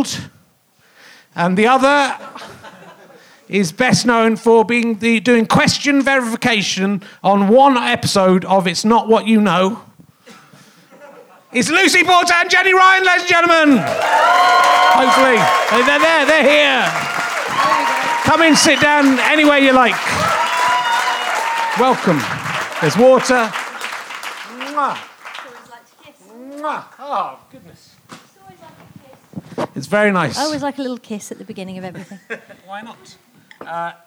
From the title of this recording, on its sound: Leicester Square Theatre Podcast